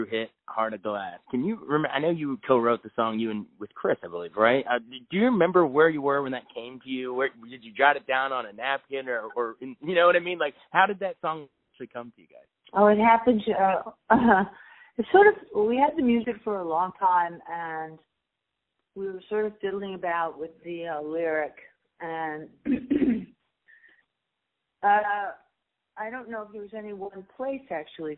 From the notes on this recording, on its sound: called